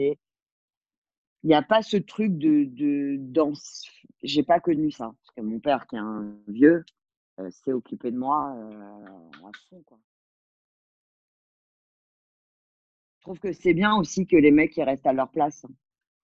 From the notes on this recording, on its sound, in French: Cet épisode toujours enregistré à distance pendant le confinement